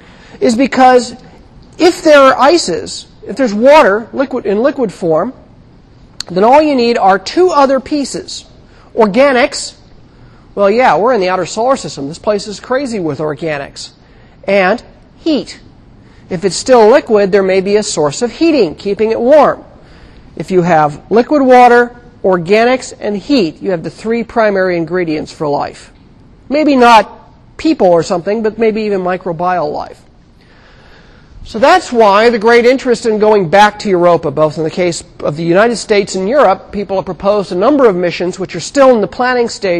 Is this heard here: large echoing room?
yes